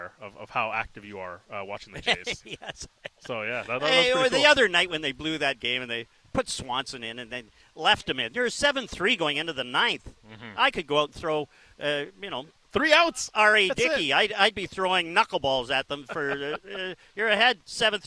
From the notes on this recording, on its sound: live on location at the Jays Care golf tournament for The People's Show